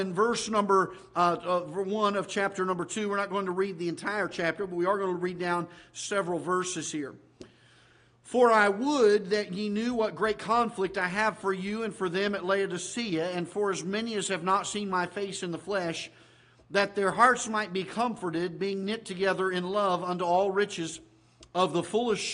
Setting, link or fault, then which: setting, large echoing room